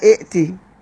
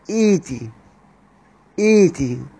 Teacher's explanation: القاعدة الثانية ان احنا عندنا اي كلمة بتبدأ بهمز الوصل ويقع بعدها همزة قطع ساكنة، خد القاعدة دي نركز فيها، اي كلمة تبدأ بهمز الوصل وبعد همز الوصل هذه همزة قطع ساكنة، فعند الابتداء بها لكل القراء يبدلون همزة القطع الساكنة هذه حرف مد من جنس حركة ما قبلها اللي هي حركة همزة الوصل · Shown in: second take